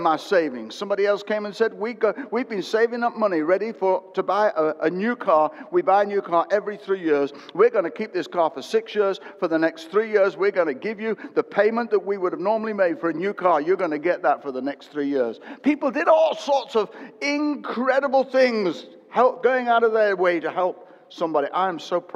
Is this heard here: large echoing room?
yes